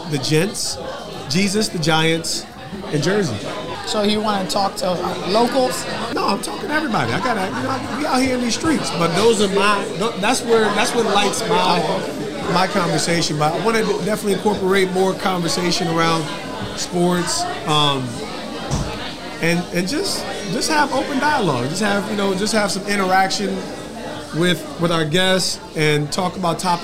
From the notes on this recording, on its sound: live at the GRAND OPENING of their flagship store “Tyree’s Table”!